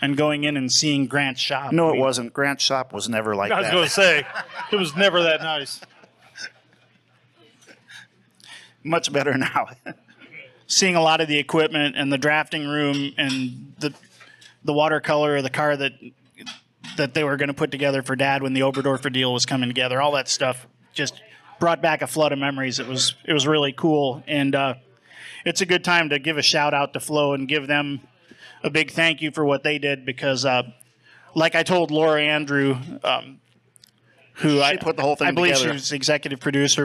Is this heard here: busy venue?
yes